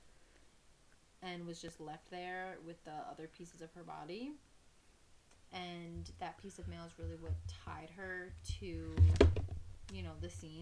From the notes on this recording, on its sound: We had “hella” audio problems but that’s ok.